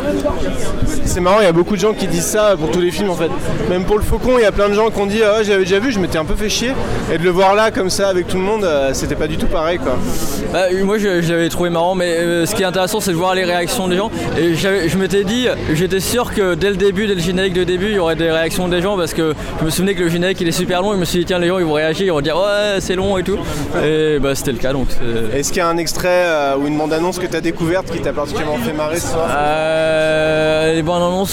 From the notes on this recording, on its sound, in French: Retour audio sur l'édition 2022 avec quelques réactions cueuillies à chaud à la sortie du Grand Rex au petit matin de la 6ème nuit Nanarland.